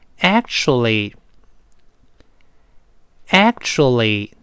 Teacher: 那个 L 不要卷舌，是把舌头抬上去，贴到上牙膛上